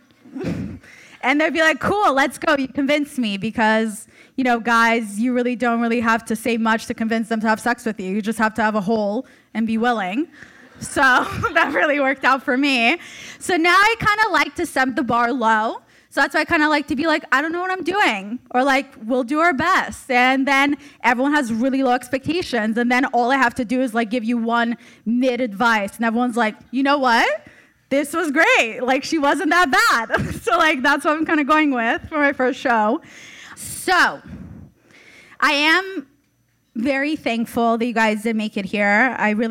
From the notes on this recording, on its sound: (LIVE SHOW SPECIAL). Takes the stage for the first ever live recording of Almost Adulting. Recording live from The Hollywood Improv.